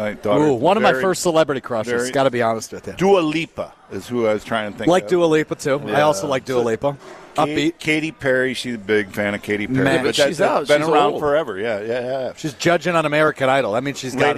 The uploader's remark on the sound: Live from The Great Dane Pub and Brewery in Fitchburg.